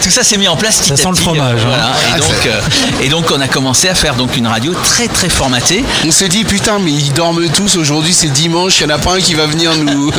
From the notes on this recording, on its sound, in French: Podcast En direct du Dock B à Pantin.